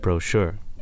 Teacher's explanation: I feel like I kind of stress both syllables, actually.